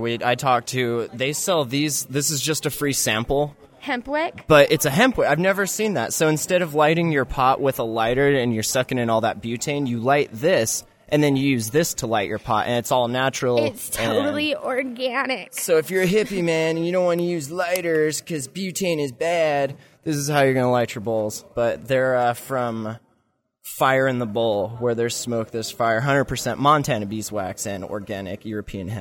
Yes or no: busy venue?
yes